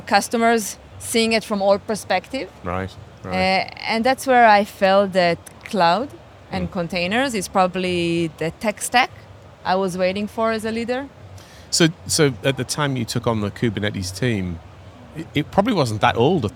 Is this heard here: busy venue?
yes